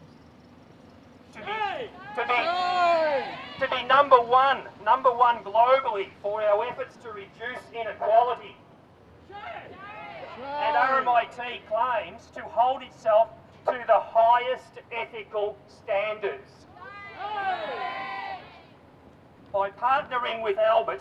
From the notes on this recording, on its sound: Some voices from the Coburg rally held on Thursday